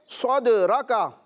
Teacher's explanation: دال میں میں اس طرح آواز نکال رہا ہوں کہ آواز لوٹتی ہوئی معلوم ہو رہی ہے · Term: قلقلہ